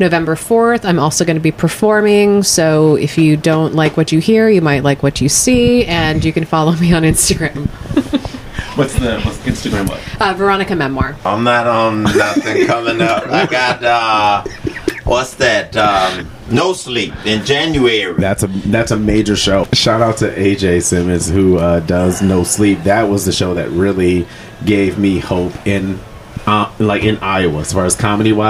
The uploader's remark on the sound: Before The Stage (BTS) is where comedians/ performers talk right BEFORE taking the stage to perform. Less than 30 minutes before a show at Mason City Brewing (Mason City, IA) for my free monthly comedy show #MCBC.